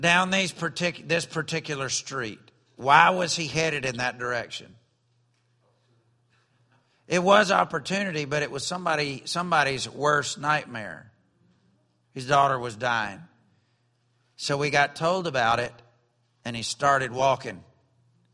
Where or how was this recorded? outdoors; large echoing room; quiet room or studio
large echoing room